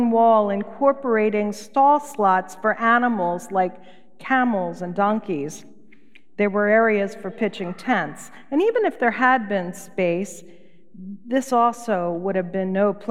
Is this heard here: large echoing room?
yes